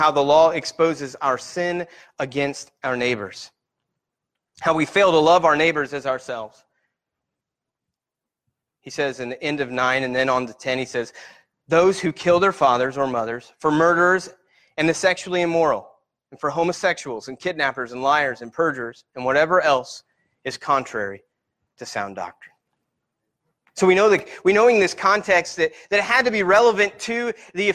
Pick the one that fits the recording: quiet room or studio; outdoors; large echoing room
large echoing room